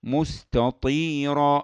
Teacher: هذه الياء اللي قبل الراء تعطى مدا طبيعيا دائما